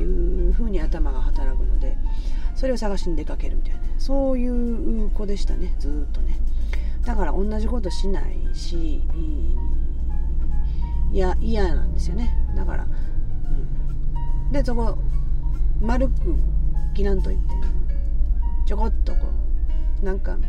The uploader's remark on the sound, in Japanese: なんと島根県へ一人旅に向かう途中のサービスエリアの車中で収録しております。